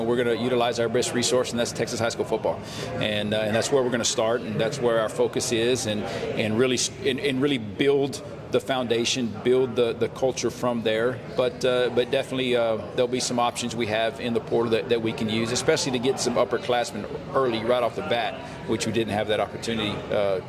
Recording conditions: busy venue